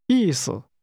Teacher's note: Did you hear the two falling tones?